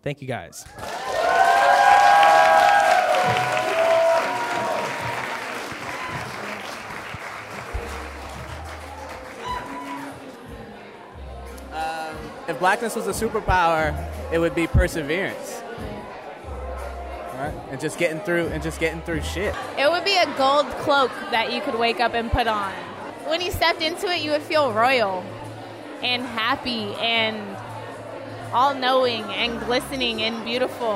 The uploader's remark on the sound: Today we're playing back stories recorded at our last kickback in Oakland. Live shows like this one.